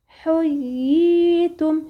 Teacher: لان جت ياء مشدده محققه متحركه بالكسر قبل حرف المد · Term: مد التمكين